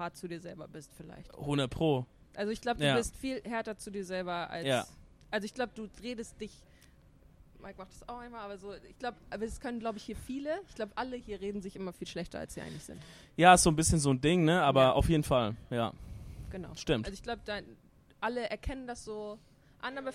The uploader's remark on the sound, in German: OPEN MIC VON DER LAN PARTY. Wir berichten live von der Streamer-LAN und nehmen unseren Podcast auf.